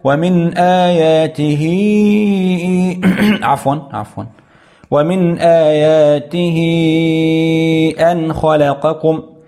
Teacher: مد الصلة الكبرى تعريفه إذا جاء بعد الهاء همز قطع أو همزة قطع، إذا جاء بعد الهاء همزة قطع حكمها حكم المد المنفصل، حكم المد المنفصل، يعني جواز المد 4 حركات أو 5 حركات